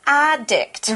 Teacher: Now, when we use it as a noun, we say addict. We have the stress on the a.